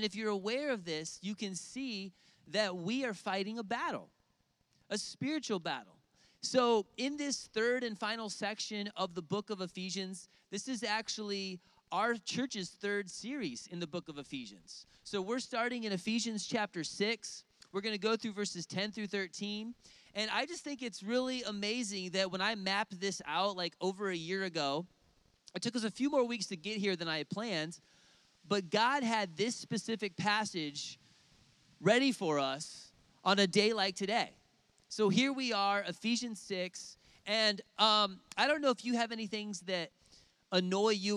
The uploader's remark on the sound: outdoors at a lakeside service